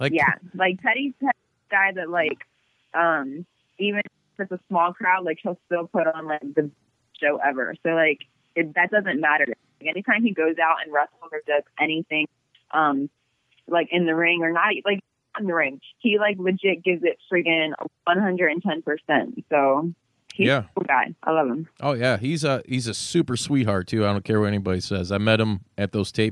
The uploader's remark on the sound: Another phone interview knocked out of the park.